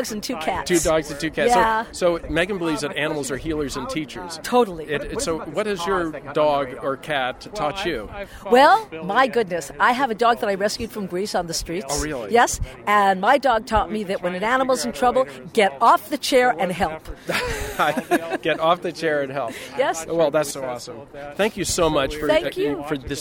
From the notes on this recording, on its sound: LIVE on The Red Carpet!